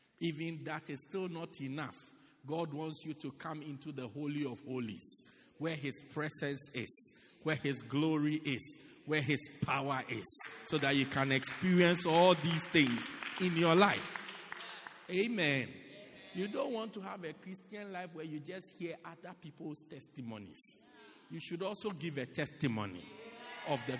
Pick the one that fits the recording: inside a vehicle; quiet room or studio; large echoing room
large echoing room